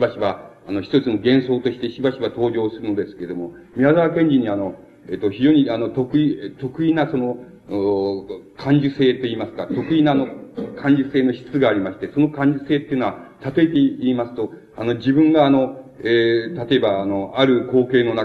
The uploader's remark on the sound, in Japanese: 主催：京都精華短期大学 学生部 場所：京都精華短期大学。場所は、京都精華短期大学大教室。一般の人にも開放され、 他大学の学生の聴衆も多かった。音源は主催者提供。